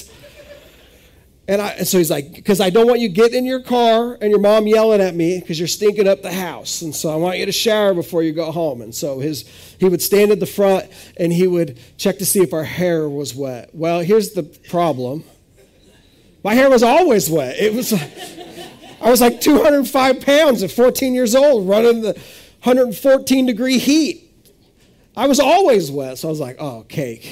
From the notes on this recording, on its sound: This is audio ripped from the Live Service video.